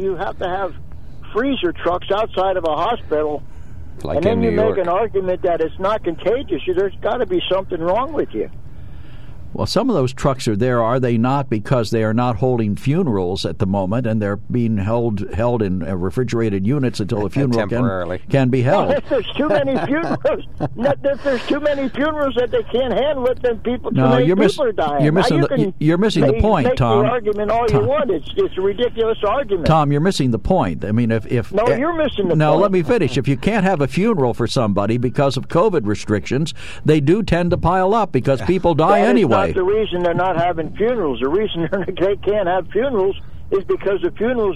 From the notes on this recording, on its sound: During open phones.